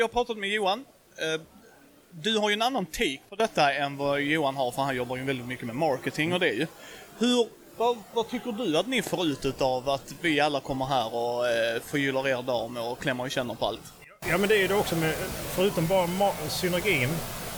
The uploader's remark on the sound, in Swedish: Asmodee Retail Day 2023. Ljudet i början är lite lågt men blir bättre någon minut in.